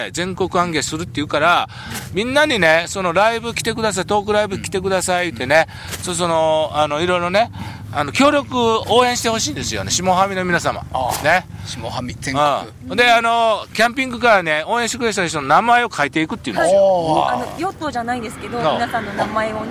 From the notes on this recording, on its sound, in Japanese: 長野県ビーナスラインの霧ヶ峰高原にて。バイクツーリングをして青空対談収録を開催いたしました。